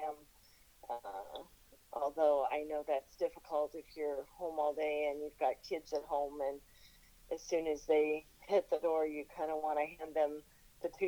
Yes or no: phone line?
yes